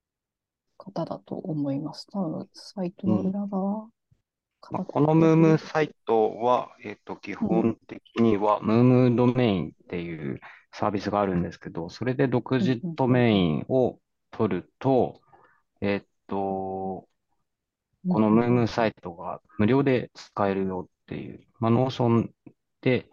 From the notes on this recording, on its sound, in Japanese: zoomを使って録音しています。